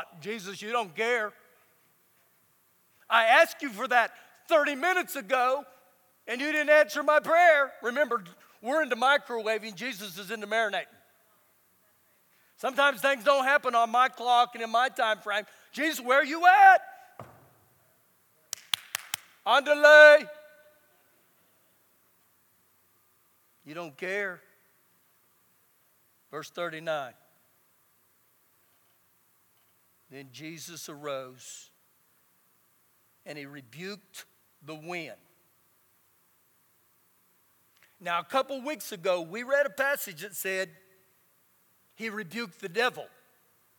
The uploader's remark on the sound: Recorded live during our Wednesday night service